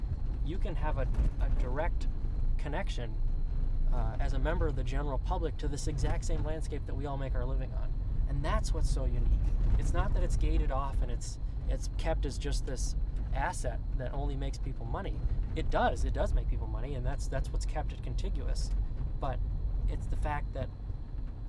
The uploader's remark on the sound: These are recorded "in the field" in pickup trucks on dirt logging roads, walking in the woods, and by lakes and rivers. Part 2 of our conversation out in the woods. The Appalachian Mountain Club's 74,000 acres of conservation land in the heart of Maine's 100-Mile Wilderness.